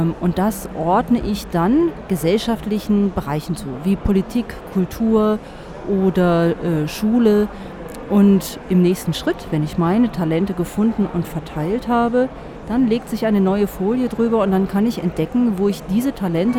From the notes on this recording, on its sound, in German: live auf dem evangelischen Kirchentag 2017 in Berlin